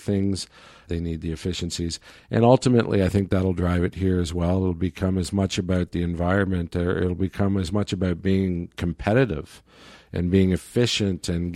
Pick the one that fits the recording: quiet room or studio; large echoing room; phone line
quiet room or studio